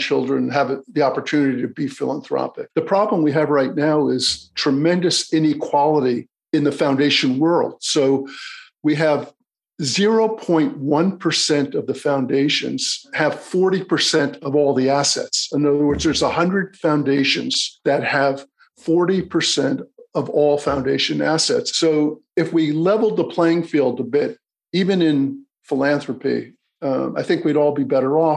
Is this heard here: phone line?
no